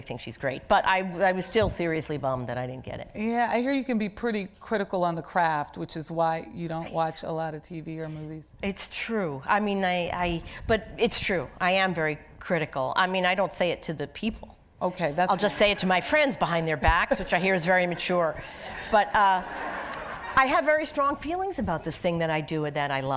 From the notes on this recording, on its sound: The conversation was recorded on February 5, 2020 in front of a live audience at New York's 92nd Street Y.